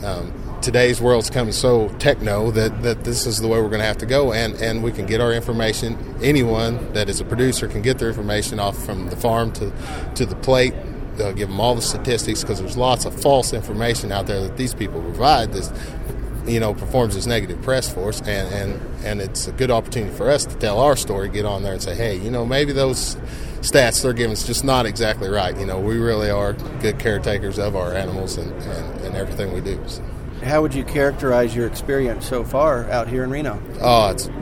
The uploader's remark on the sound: done at last week's Cattle Industry Convention in Reno